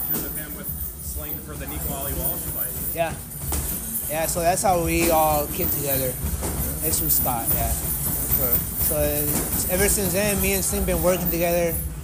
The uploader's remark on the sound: We’re on location at the CMB Boxing Gym in Burnsville.